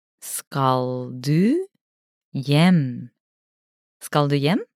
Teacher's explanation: Note again the rising intonation.